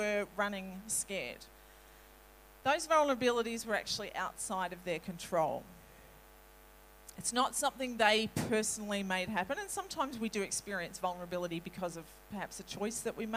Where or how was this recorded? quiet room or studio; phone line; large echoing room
large echoing room